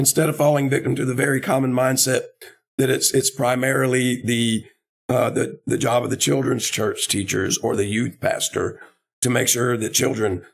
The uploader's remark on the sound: This is the sermon from our Sunday morning Worship Service.